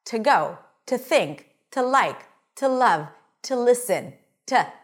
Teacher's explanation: then the two is going to be pronounced as te